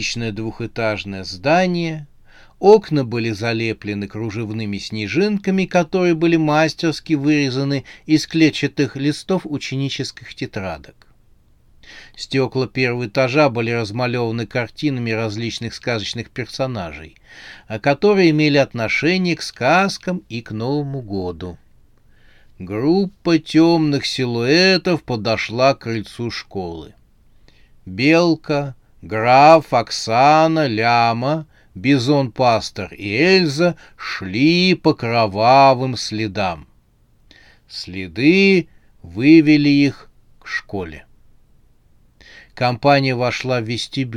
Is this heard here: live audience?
no